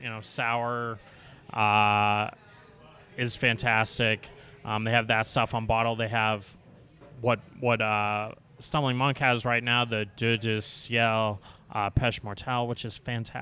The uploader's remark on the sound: This episode is recorded in the Belgain beer bar, The Stumbling Monk.